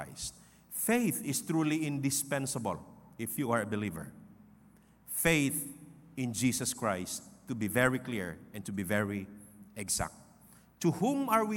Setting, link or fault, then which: setting, large echoing room